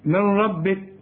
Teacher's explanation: لغينا النون خالص، دخلت في الراء لكن ما غنناش الراء · Term: إدغام كامل بدون غنة